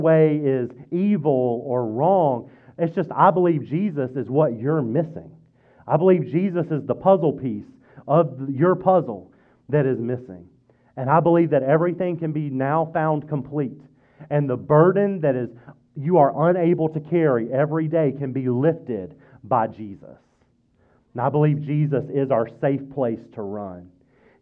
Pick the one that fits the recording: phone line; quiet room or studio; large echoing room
large echoing room